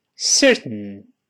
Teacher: 舌头贴在上方不动，没有说 ten，没有往外喷射，是舌头贴住上方